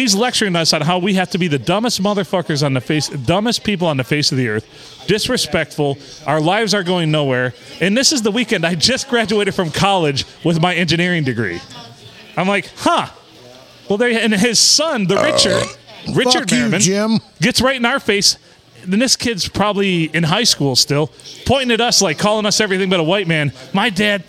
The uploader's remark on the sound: Recorded at the Blue Water Sports Bar and Grill in the lovely town of Port Sanilac.